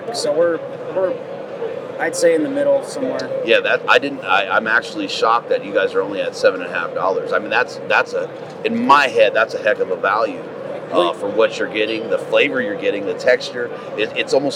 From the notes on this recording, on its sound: Hunt Expo Live From the Initial Ascent Mountain Dude Table. Lives from the Western Hunting and Conservation Expo in Salt Lake continues from the Initial Ascent booth!